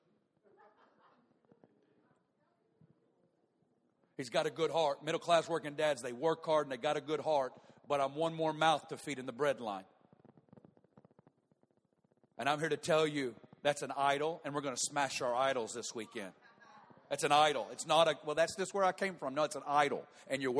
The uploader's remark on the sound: Prayer & Prophetic Conference 2017, Session 1